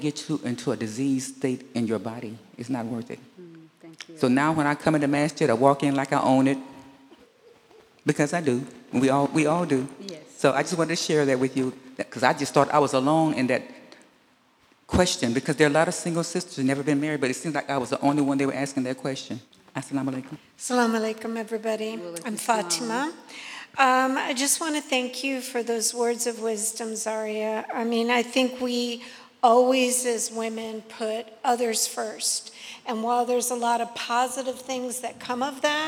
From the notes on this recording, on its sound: Q&A Discussion Circle w/the Imam. Answers questions from the congregation. The congregation also offers their own insights and solutions.